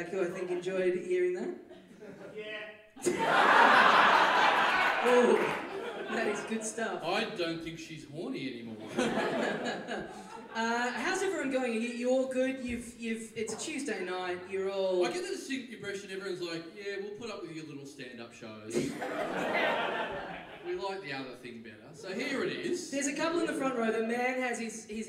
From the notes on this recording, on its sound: Recorded LIVE at The Producer's Bar in Adelaide on August 12, 2014.